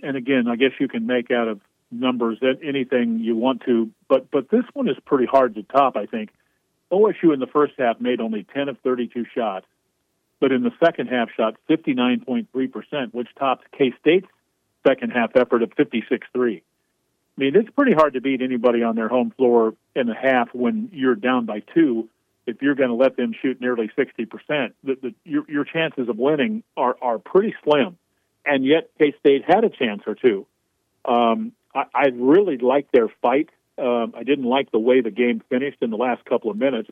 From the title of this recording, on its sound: calls in from Bramlage